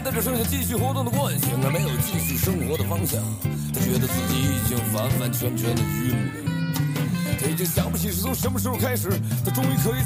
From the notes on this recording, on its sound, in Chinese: 本期「红灯区」节目还是在车内、在满是红灯的拥堵道路上录制。一刀未剪，一句没落。